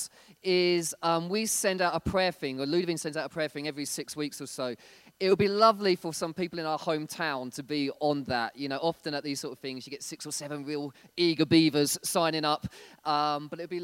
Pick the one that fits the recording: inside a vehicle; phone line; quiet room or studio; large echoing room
large echoing room